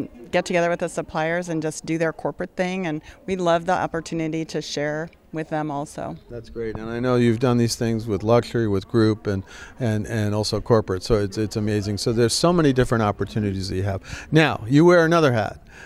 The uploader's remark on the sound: At the CoNexion conference last month.